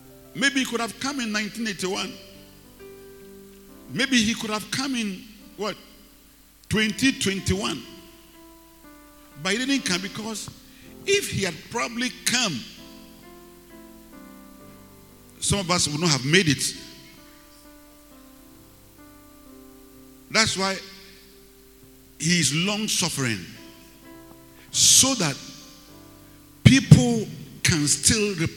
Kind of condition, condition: setting, large echoing room